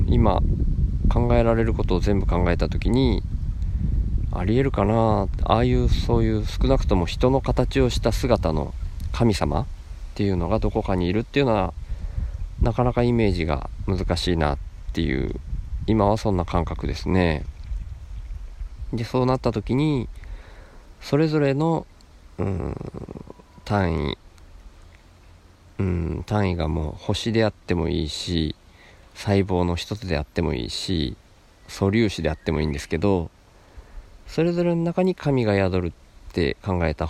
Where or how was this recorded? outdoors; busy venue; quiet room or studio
outdoors